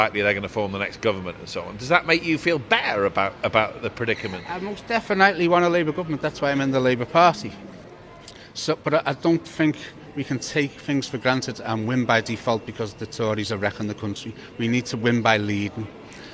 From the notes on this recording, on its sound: Goes to the Labour conference in Liverpool, hearing from people in and outside the hall.